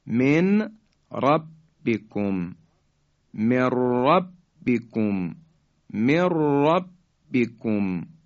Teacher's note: به کلمه بعدی توجه بفرمایید، و من لا لا یوجب مثلا میگیم و ملا و ملا، نون ساکن در لام ادغام میشه، یا من ربکم من ربکم من ربکم، نون ساکن در حرف به اصطلاح را ادغام شد